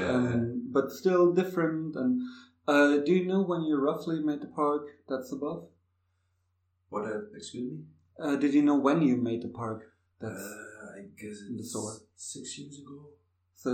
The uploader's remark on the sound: This week I actually did an in person interview. Who came by the ASI Shop where we recorded. Sadly the room at the ASI Berlin Shop we recorded in had a bit of an echo. Please excuse the audio.